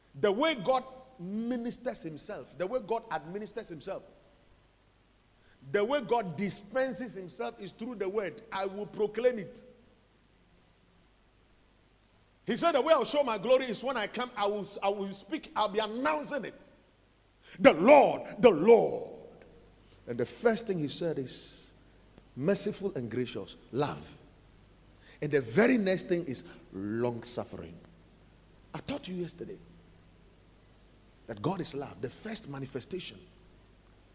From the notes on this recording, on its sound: Preached at the Watered Garden Church.